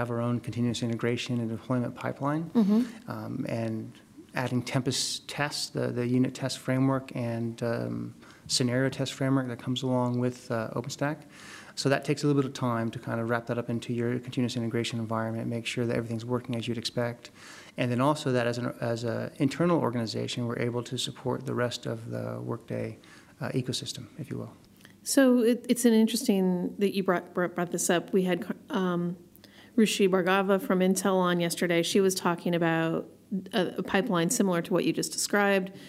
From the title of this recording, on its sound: LIVE from OpentStack Paris Summit 2014